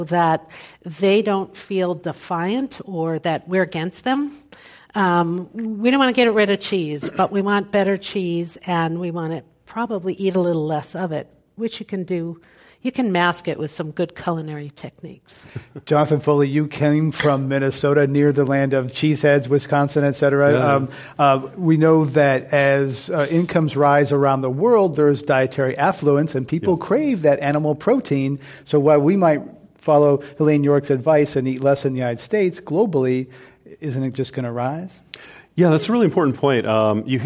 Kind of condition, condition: setting, live audience